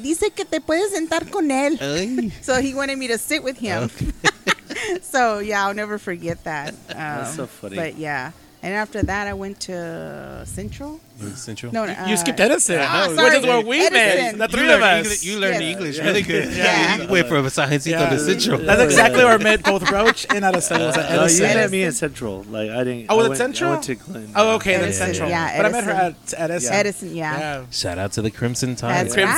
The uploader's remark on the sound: on location from Whiskey River Saloon